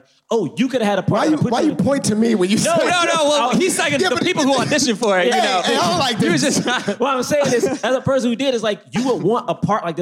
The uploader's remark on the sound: LIVE from London Podcast Festival